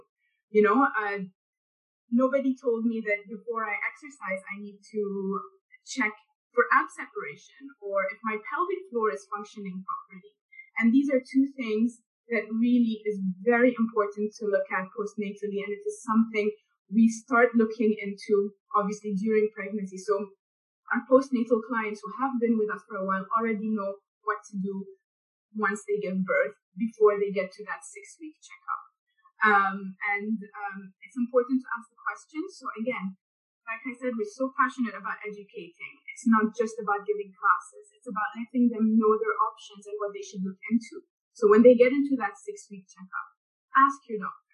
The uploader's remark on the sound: a Zoom chat